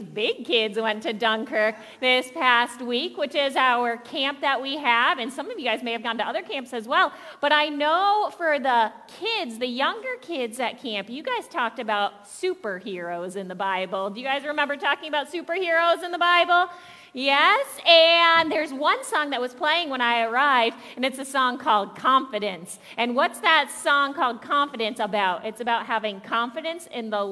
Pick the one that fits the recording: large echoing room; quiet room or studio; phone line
large echoing room